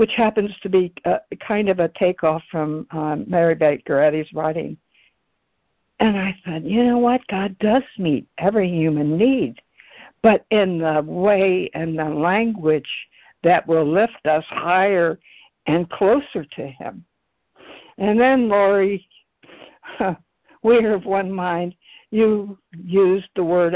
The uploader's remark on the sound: ACIM Daily Conference Call